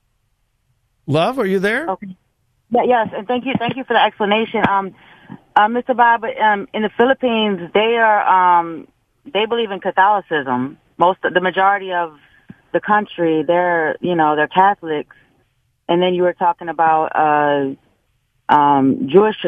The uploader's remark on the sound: Open Phone Friday